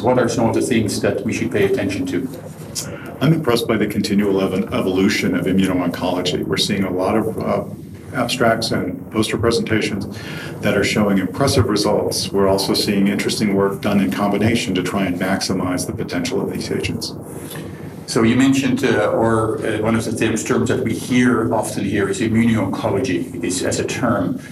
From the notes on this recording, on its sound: Recorded during the 53rd Annual Meeting of the American Society of Clinical Oncology (ASCO), held June 2 - 6, 2017 in Chicago, Ill